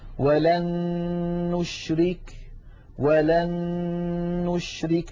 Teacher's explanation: لاحظوا بأن النون الأولى قد صارت مع النون الثانية نونا واحدة مشددة